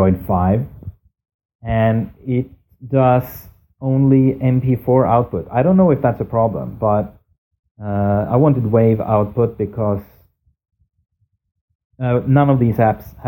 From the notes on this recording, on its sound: This episode was produced entirely on my phone, including upload. Apologies for the atrocious sound quality and the low volume. I know I need to speak closer to the phone next time. Install Urecord from F-Droid, choose 44.1 kHz, RECORD!